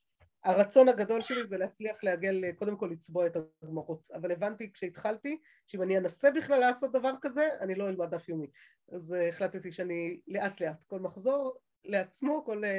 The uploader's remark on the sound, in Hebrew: השיעור הועבר והוקלט בזום. בישוב עלי.